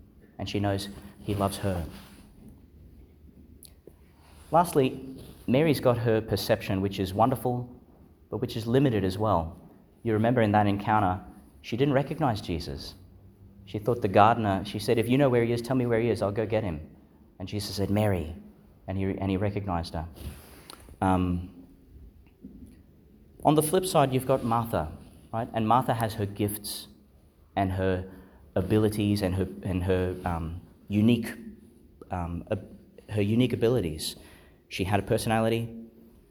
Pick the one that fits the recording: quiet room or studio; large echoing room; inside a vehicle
large echoing room